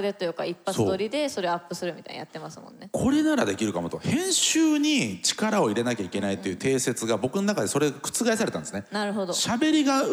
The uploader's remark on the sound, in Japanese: TOKYO FMの番組「マスメディアン 妄想の泉」。番組初となる公開収録の模様をお届けしました。